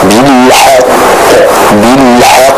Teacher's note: Dan apabila kita hendak wakaf pada kata bilhaqq, maka jangan lupa di sana huruf qafnya itu memiliki tasydid, sehingga apabila ada huruf qalqalah yang kita berhenti padanya, kita wakaf padanya, dan huruf qalqalah tersebut memiliki tasydid, maka jangan lupa untuk ditahan terlebih dahulu sebelum dipantulkan.